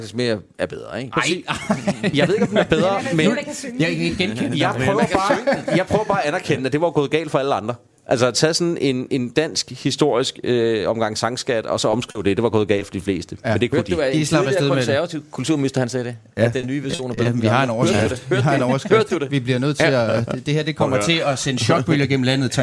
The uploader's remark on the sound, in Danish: På Folkemødet på Bornholm, hvor Kulturmagasinet befinder sig i denne udsendelse. Sidst i udsendelsen er vi også på Copenhell.